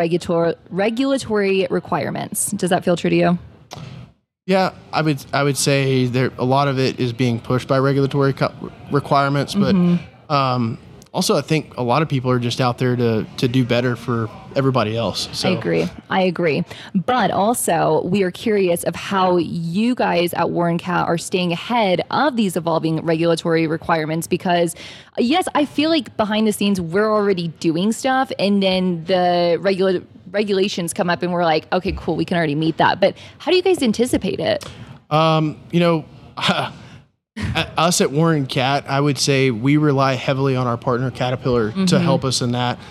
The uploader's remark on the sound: During the PBIOS conference